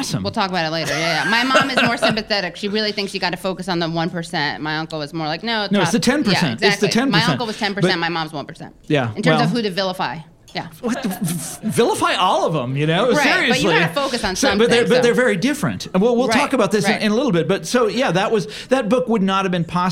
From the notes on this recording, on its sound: At a live taping of the … Show.